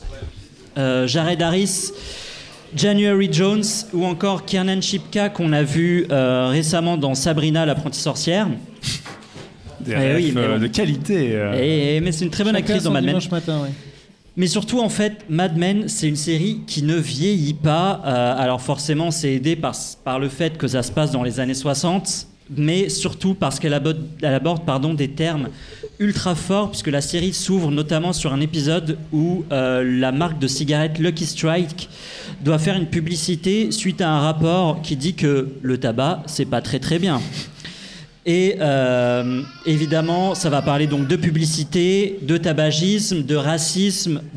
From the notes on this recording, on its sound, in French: L'équipe pour un grand podcast spécial, filmé et en public au Dernier Bar avant la Fin du Monde.